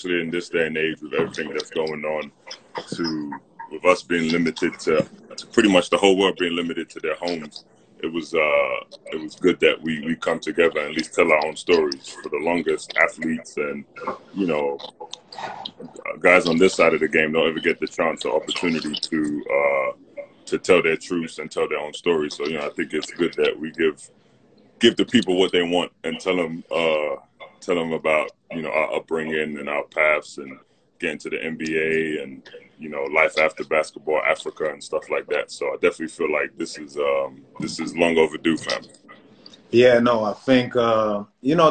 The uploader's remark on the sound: Whilst the world is locked down during the coronavirus pandemic. We hit their team up to ask if they would be happy for us to record and publish online and we got the green light!